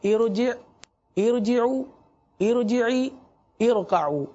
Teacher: اگر اس سے اس کے ماقبل کوئی حرف ہو تو یہ را اس کے ساتھ مل کر پڑھا جاتا ہے، اور یہ الف چونکہ عارضی ہوتا ہے اس کی حرکت بھی عارضی ہوتی ہے، لہٰذا یہ کبھی ہے کبھی نہیں ہے، لہٰذا اس کو بھی اس را کو بھی پور پڑھیں گے. را ساکن سے پہلے عارضی زیر ہو، را کو پور پڑھتے ہیں